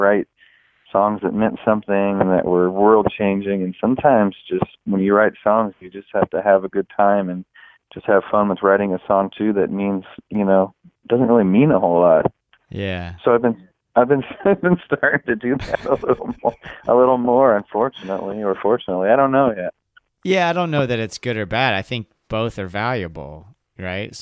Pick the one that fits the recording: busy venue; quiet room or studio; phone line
phone line